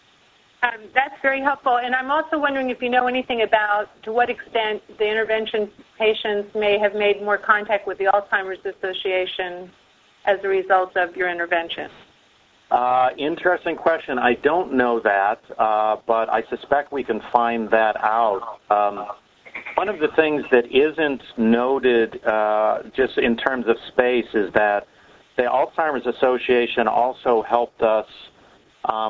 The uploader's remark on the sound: Author in the Room® Teleconference